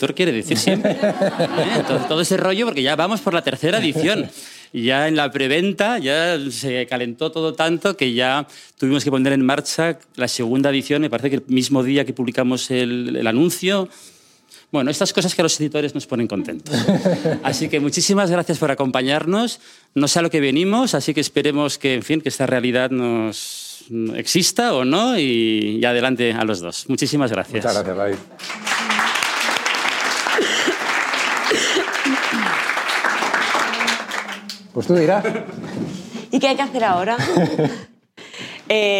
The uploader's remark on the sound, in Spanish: Grabación completa del evento de presentación de «La realidad no existe», con público